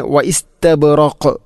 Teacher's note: ഇനി വ ഇസ്തബ്റഖ് വഖഫ് ചെയ്യുമ്പോൾ ഖാഫിനെ ശരിക്കും എടുത്തു കാണിക്കണം, കാരണം അത് ഖൽഖലയുടെ അക്ഷരമാണ്, ഖുതുബുജദ് എന്ന ഈ അഞ്ച് അക്ഷരത്തിൽപ്പെട്ടതാണ്.